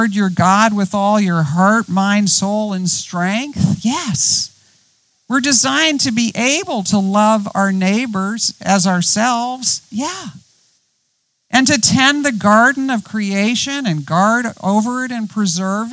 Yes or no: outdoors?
yes